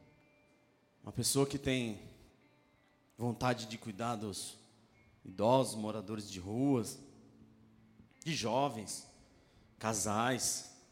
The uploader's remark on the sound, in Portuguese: Palavra gravada em 25/09/2016 na igreja Bola de Neve Ermelino Matarazzo